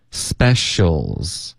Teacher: hearing about the specials p 的音我们会浊化成一个 b